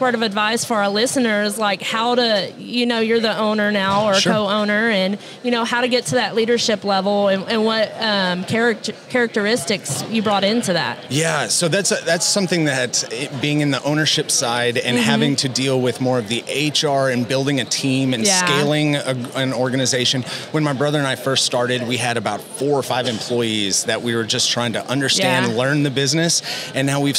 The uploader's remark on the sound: NATDA Live Episode. Episode recorded at NATDA.